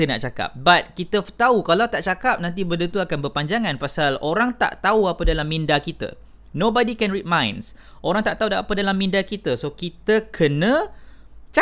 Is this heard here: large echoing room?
no